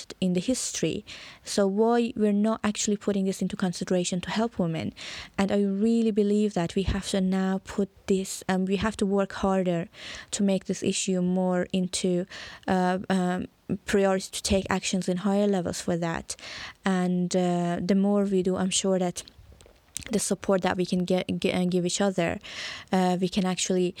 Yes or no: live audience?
no